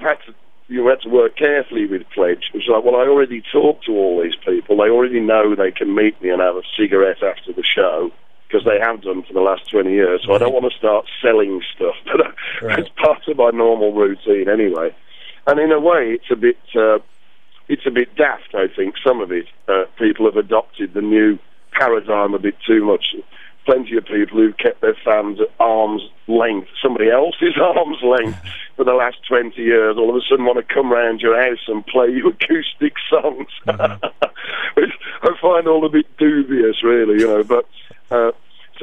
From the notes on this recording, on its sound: took some time on the phone